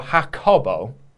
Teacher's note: With more emphasis on the co.